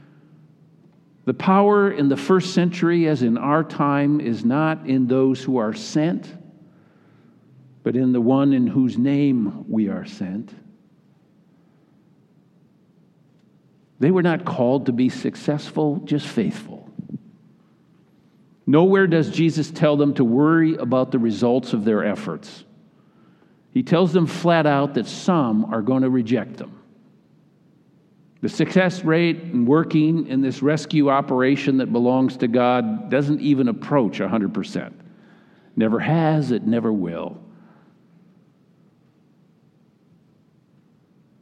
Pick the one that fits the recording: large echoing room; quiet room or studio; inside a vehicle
large echoing room